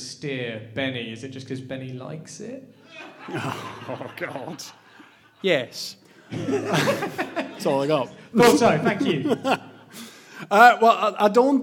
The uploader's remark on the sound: In this, the first ever Space Jam Continuum Live Show. Enlist the help of a studio audience.